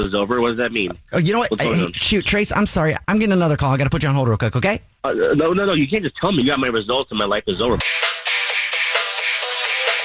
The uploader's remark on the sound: wake up with The Jubal Show, phone prank style